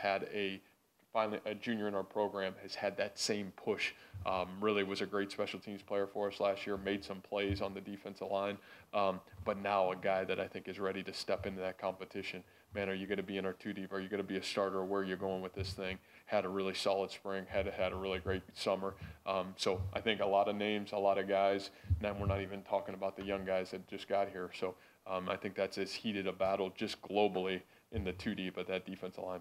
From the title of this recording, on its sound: football media day press conference